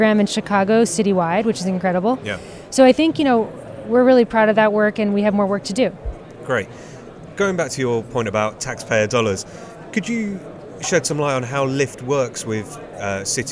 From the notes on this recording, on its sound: Auto Futures Live at Autonomy Paris.